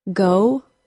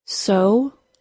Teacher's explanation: the long O is a two sound vowel that does include a very brief W sound at the end of it